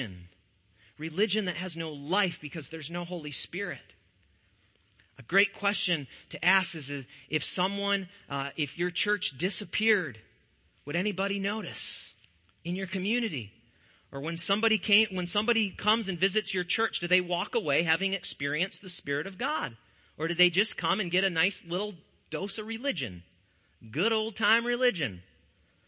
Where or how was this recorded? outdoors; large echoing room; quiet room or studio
large echoing room